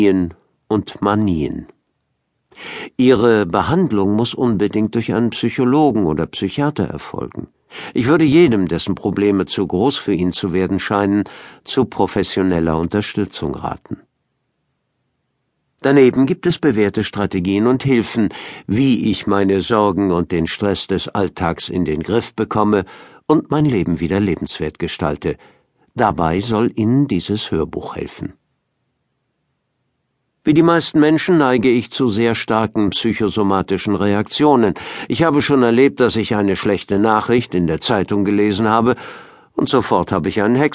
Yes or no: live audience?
no